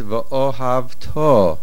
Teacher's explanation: The stress is on the to.